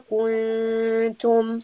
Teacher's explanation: mim has tawassut, so we are resting upon this mim